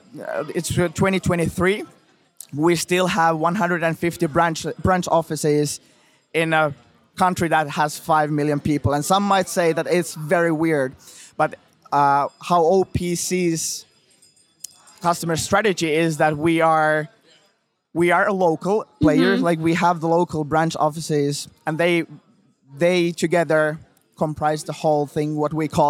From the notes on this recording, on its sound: Recording live from the Future Festival in Toronto!